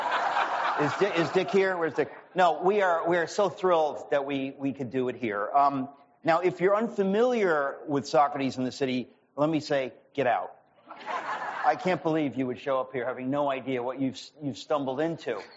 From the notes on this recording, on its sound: This event took place at the River Oaks Country Club in Houston, Texas in October 2022.